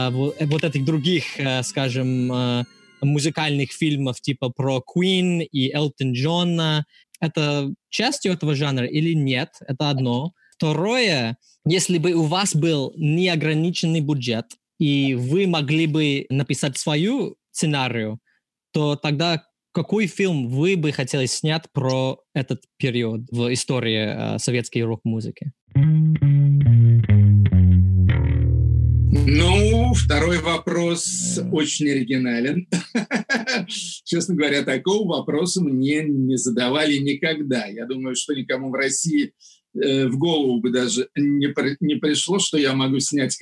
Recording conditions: video call